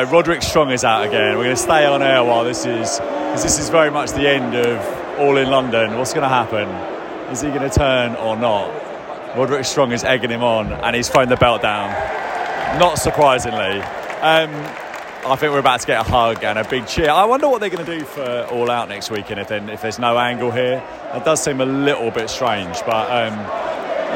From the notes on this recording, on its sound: Live from AEW All In London 2023. Live from the biggest weekend in the history of Professional Wrestling in the United Kingdom.